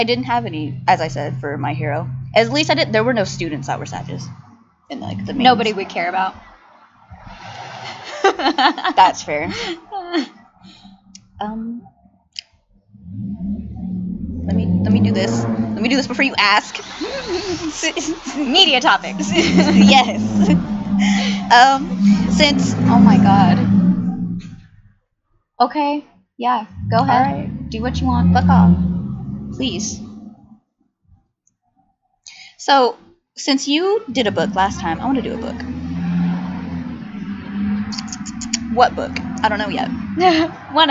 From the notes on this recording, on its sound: We apologize ahead of time for the quality of the audio and amount of background noise!